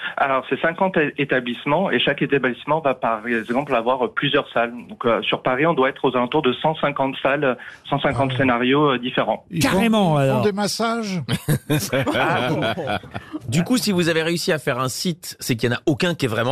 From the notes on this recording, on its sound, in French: au téléphone des Grosses Têtes